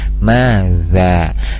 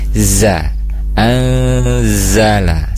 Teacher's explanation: huruf zal di sana ujung lidahnya sejajar dengan ujung gigi seri atas, za atau menyentuh ke ujung gigi seri atas untuk huruf zal, maza.